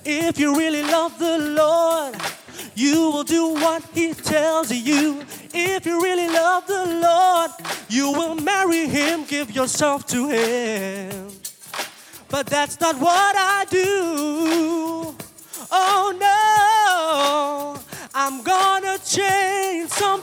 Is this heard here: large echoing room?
yes